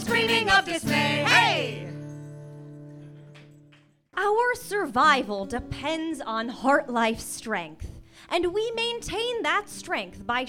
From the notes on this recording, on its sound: This musical episode was recorded live at iO Chicago with Improvised Star Trek.